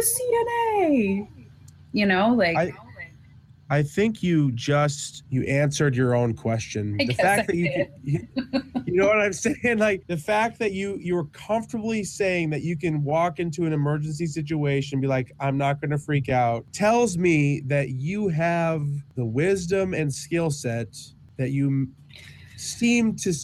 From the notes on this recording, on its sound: almost been struck by a train at some point during this recording